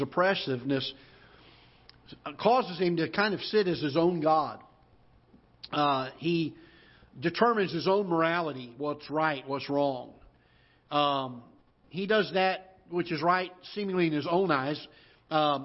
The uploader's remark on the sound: Ketha Heights Baptist Church ~ Live Broadcast